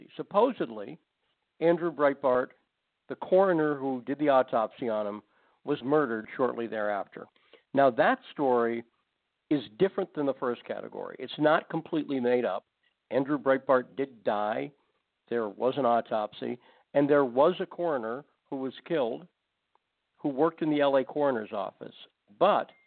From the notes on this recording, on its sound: takes your phone calls